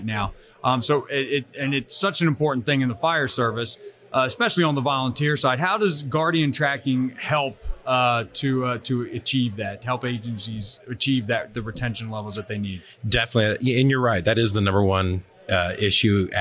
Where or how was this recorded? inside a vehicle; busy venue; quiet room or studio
busy venue